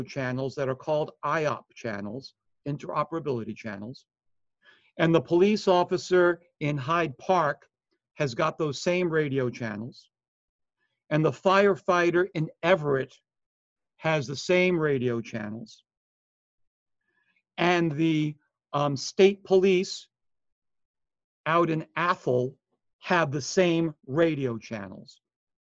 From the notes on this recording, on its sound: Online Session Audio